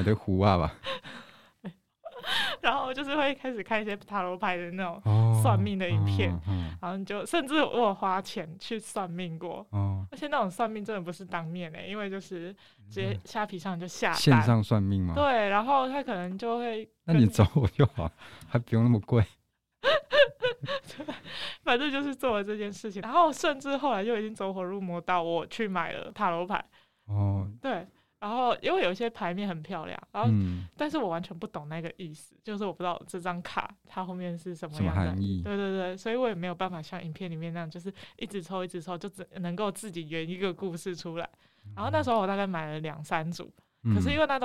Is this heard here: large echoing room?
no